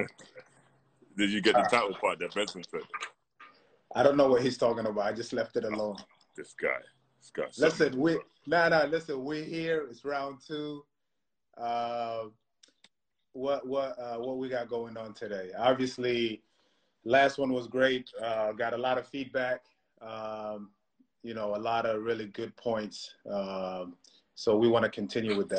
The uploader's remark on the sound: With the world locked down during the coronavirus pandemic.